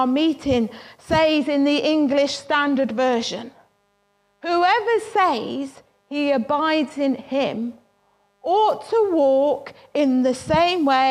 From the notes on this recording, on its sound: Worship from Morley Salvation Army, originally broadcast live in September 2020.